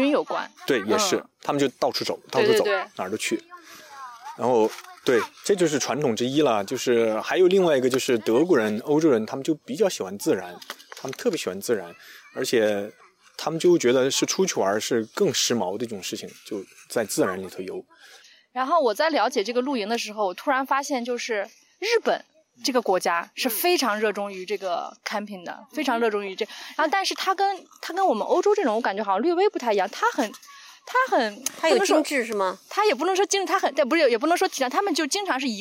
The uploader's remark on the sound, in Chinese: 刚好德国又开始解封了，四位主播聚在一起尝试第一次在户外录音，我们的娃们不是在睡觉就是在玩沙。